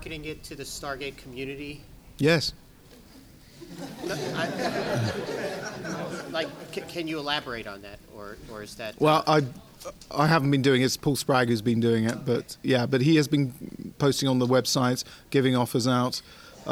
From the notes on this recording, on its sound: They also present the second and final slab of audio gold from the Gallifrey One Doctor Who convention in LA.